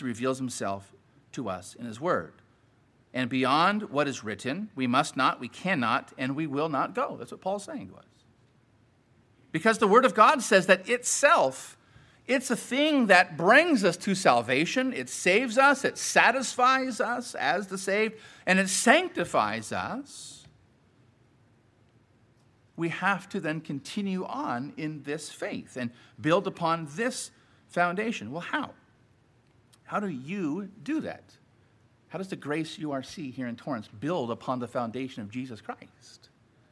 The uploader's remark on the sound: Sermon preached at Grace United Reformed Church.